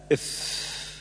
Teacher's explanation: 4 الشفتان وفيهما مخرجان. ألف بطن الشفة السفلى مع أطراف الثنايا العليا، ويخرج منه الفاء